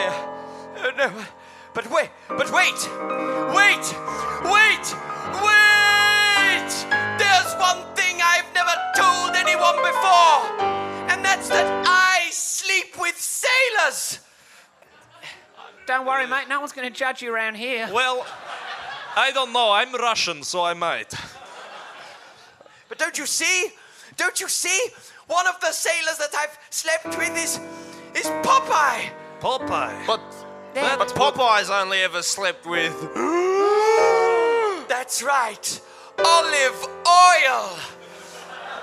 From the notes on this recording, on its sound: For this show, the audience suggestions were...